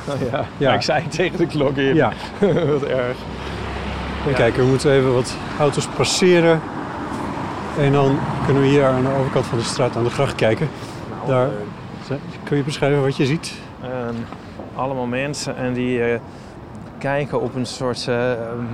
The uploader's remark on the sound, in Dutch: Tijdens een wandeling langs de kunstwerken van het Amsterdam Light Festival.